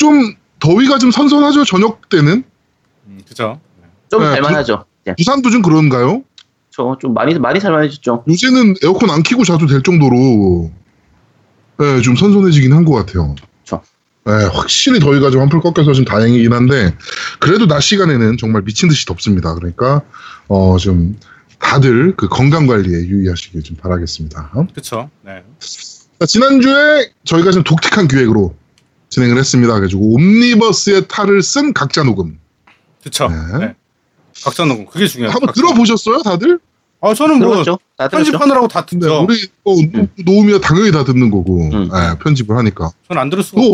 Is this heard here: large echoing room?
no